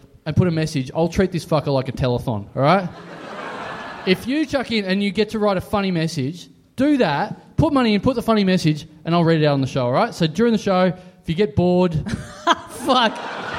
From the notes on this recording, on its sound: Live! HOBART! We're heading down for the first time for a live show in a small venue.